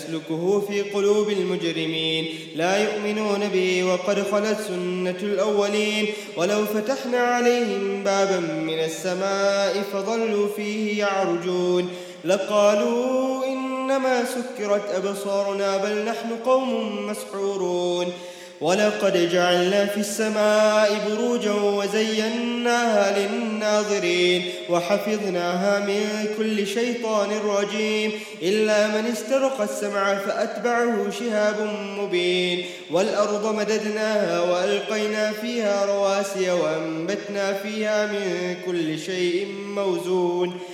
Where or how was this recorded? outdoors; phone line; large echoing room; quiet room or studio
large echoing room